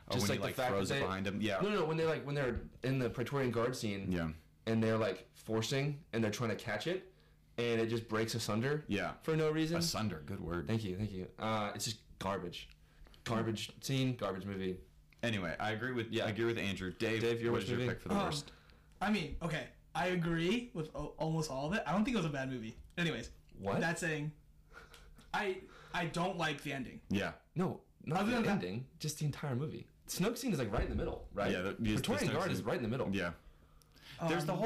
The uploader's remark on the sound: sorry for the audio quality we get kinda loud